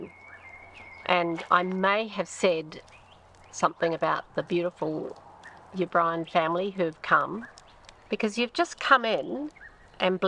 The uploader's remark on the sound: A 'self interview' by the waters edge not far from our camp at Urana, NSW. After setting up the recording equipment and hitting the red button it was over to them.